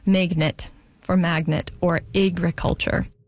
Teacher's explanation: among some speakers, particularly notable in Vancouver and Seattle and maybe a little bit of Portland, ags are turning into eggs, and surprisingly, A's are going down. · Term: pre-G merger